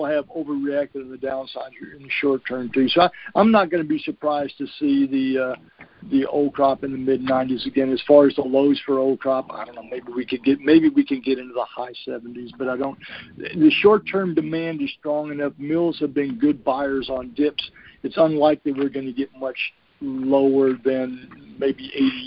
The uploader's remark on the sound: Monthly Conference Call